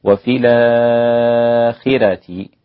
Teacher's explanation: كلمة الآخرة عند الإمام ورش ينطقها بالنقل هكذا، وفي الآخرة، والراء عنده رقيقة عشان الخاء مكسورة